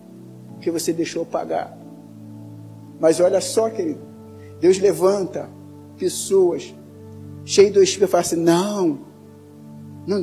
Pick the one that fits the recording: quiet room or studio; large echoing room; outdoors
large echoing room